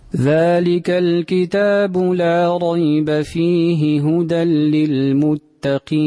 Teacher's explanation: قالون لا صلة له في هاء الضمير